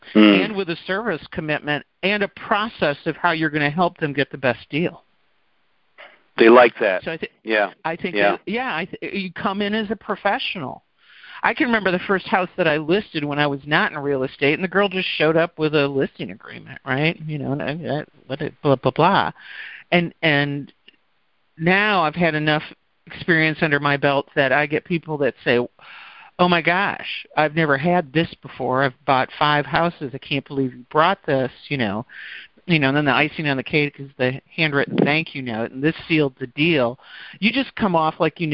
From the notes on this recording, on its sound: In this Group Call recording.